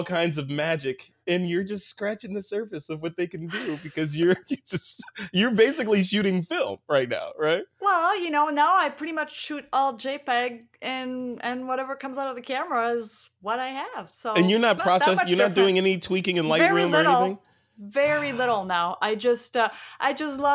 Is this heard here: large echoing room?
no